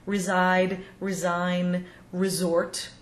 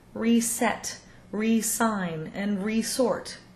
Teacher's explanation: We tend to voice the S after RE when it's not a prefix · Shown in: first take